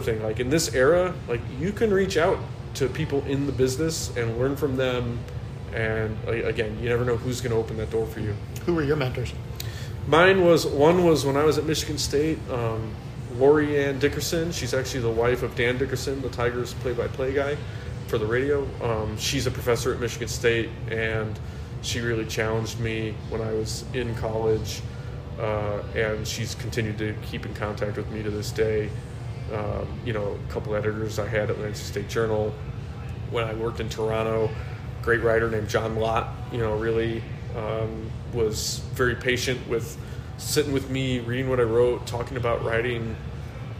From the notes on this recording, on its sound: We recorded at a downtown bar in early April during opening week of the brand new 2023 regular season and just a few hours following the postponement of a Cubs-Reds game due to rain.